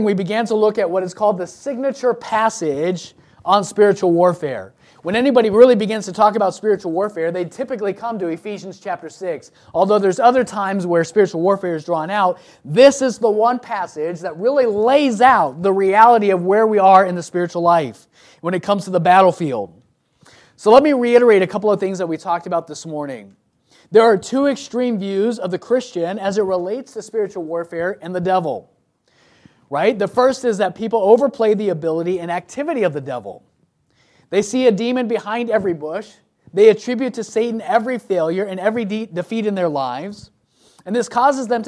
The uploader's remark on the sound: from the pulpit of Royal View Baptist Church.